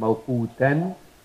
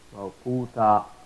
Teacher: Tanween of the Fatha, what happens is that the tanween gets dropped · Shown in: second take · is dropped when you do the waqf, but the alif does not drop.